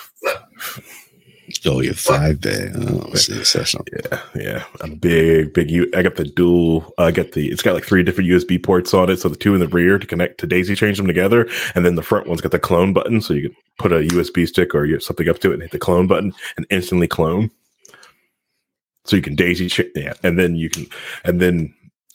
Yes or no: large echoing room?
no